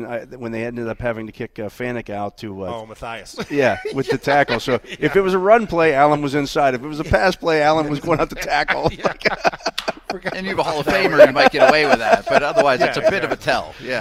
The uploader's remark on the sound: talk live from the NFL Owner's Meeting in Phoenix, Arizona